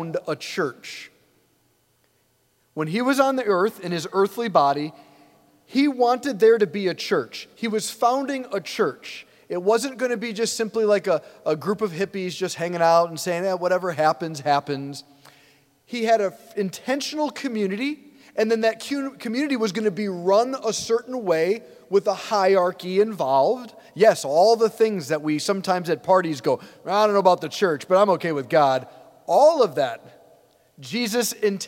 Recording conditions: large echoing room